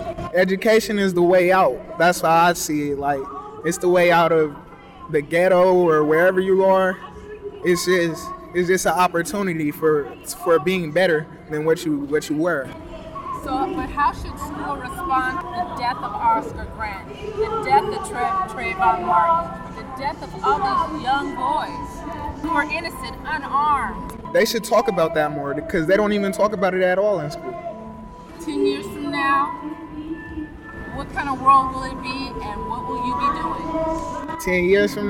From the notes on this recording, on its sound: This is a 2015 recording of participants at an Oscar Grant Rally held at the BART Fruitvale Station site in Oakland, CA.